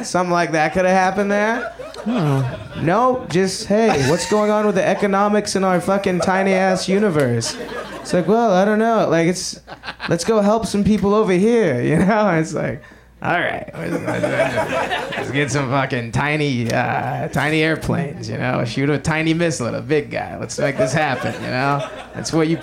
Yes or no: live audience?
yes